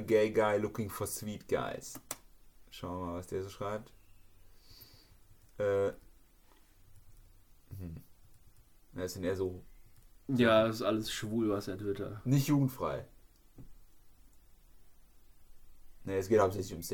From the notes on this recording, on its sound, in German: Liegt bestimmt daran, dass wir sie am Feiertag aufgenommen haben. Irgendwie ist der Ton noch ein bisschen leise, aber das wird schon. Ich hatte nur irgendwas falsch eingestellt.